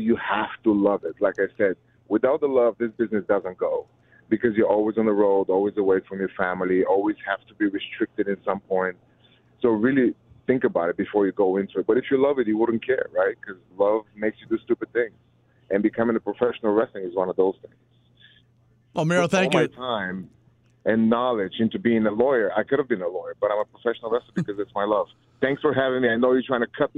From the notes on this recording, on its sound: called in to talk